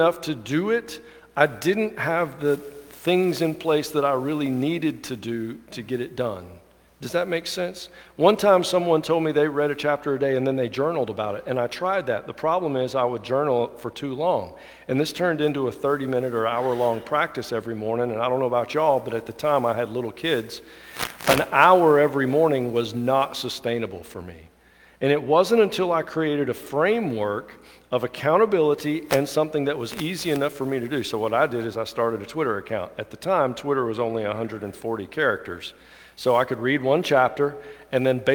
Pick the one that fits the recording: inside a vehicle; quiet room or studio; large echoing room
large echoing room